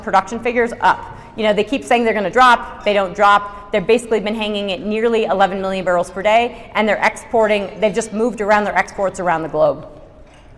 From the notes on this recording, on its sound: This talk and presentation was the keynote speech. To the Rocky Mountain GPA conference in Denver, Colorado.